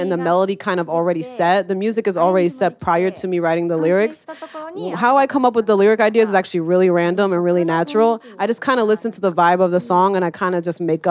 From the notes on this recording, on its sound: The Talkhouse Podcast crew flew out to the fantastic Pitchfork Music Festival in Chicago this past July to record artists in conversation backstage. The Talkhouse Podcast crew flew out to the fantastic Pitchfork Music Festival in Chicago this past July to record artists in conversation backstage.